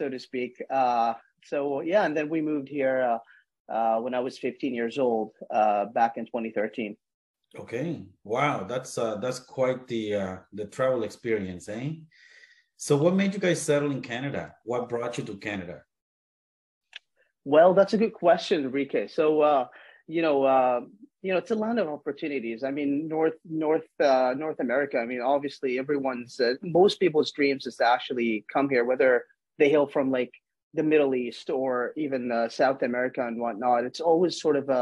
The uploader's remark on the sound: This is a recording of a casual Zoom Interview